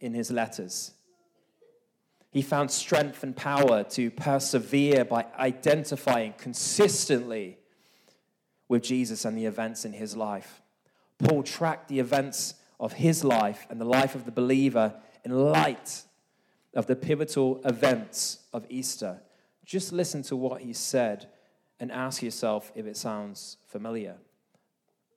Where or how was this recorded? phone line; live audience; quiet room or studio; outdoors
live audience